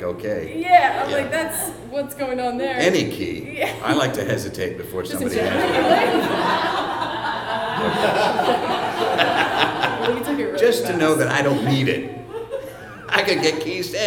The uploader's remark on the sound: special live episode, recorded on May 14, 2014 at The PIT in NYC